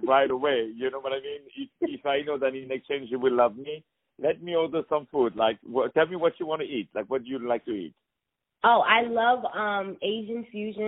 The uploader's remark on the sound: On the phone